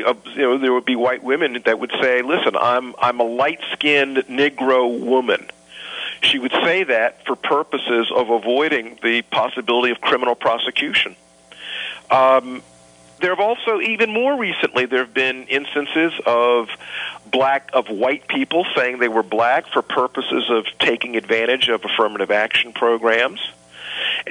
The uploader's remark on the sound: visited by phone